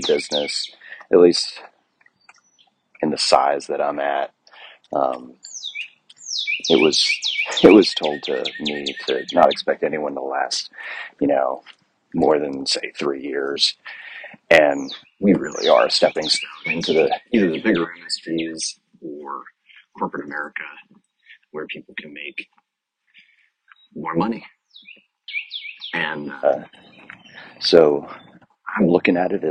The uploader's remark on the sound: I apologize for the birds in the background while recording this outside.